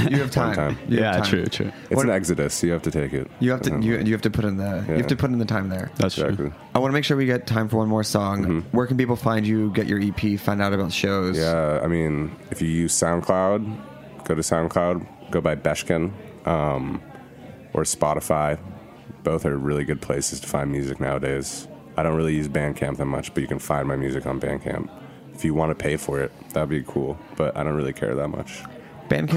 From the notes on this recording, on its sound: Our live food and round-table event, hosted by ChowNow at their incredible headquarters in Culver City. Snacky Tunes Salon Live at ChowNow. Our live food and round-table event, hosted by ChowNow at their incredible headquarters in Culver City.